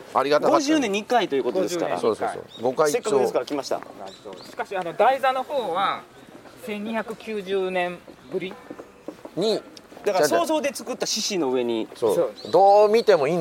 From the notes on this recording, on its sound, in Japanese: 高知県の観光スポットでロケ収録その１（四国霊場第31番札所・竹林寺、桂浜、長宗我部元親初陣の像）。高知県の観光名所に実際に行って収録をするという企画です。